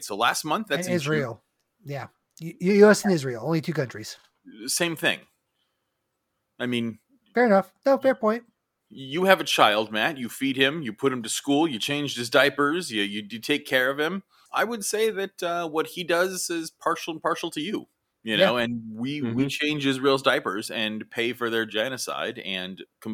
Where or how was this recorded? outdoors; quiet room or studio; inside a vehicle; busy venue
quiet room or studio